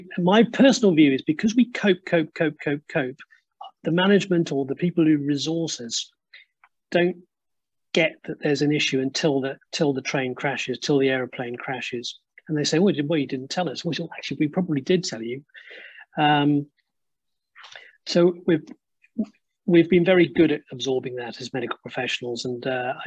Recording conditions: video call